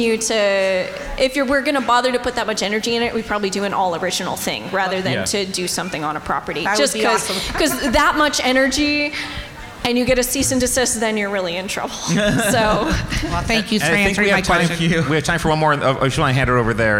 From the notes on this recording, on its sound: Serious Fun returns with another slate of live episodes from the 2023 Brown County Library Pop-Con! In front a live audience!